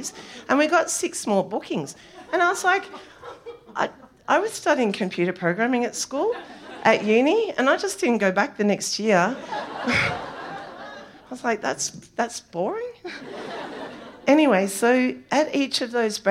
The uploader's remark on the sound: SPUN: True Stories Told in the Territory is a live storytelling event. Popping up at different venues across Darwin. Story was told at our event at the Michael Long Centre on International Women's Day in 2019 where the theme was BACKBONE.